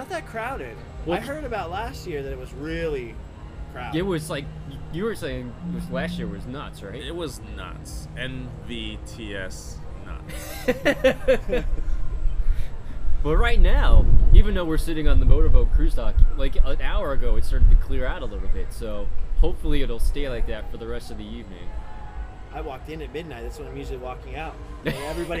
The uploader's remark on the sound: Live From Disneyland. This was recorded live throughout the night.